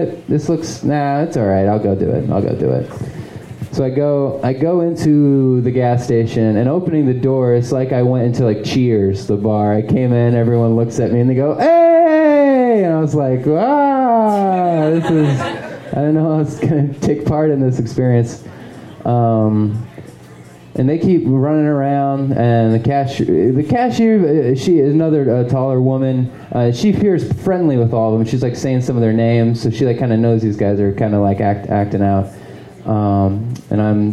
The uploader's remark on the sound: LIVE FROM GENUINE JOES